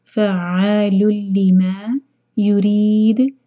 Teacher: ان دونوں آیتوں میں رولز فع عین کا مخرج اور کیونکہ شدہ ہے تو اس کو اسٹرانگ پڑھنا ہے. فع لل تنوین کے بعد لام آ رہا ہے، ادغام بغیر غنہ کا، یہاں نون کا ساؤنڈ بالکل نہیں آئے گا. لل فعال لما يريد، ری کو باریک رکھیں گے اور دار پر قلقلہ.